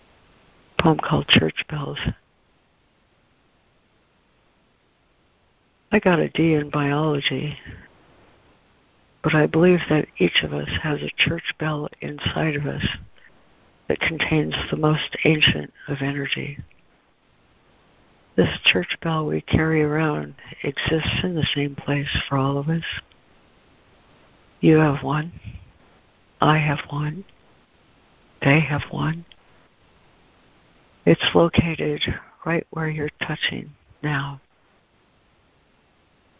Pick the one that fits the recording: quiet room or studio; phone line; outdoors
phone line